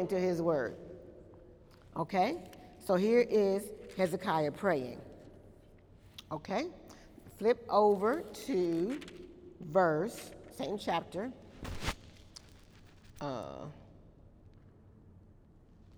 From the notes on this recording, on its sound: During Wednesday night service on October 7, 2018